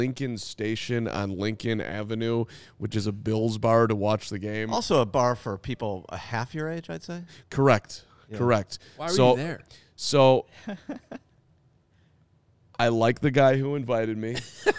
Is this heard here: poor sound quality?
no